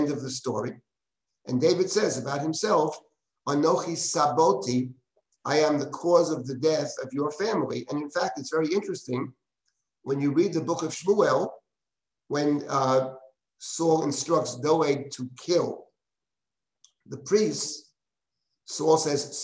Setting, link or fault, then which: link, video call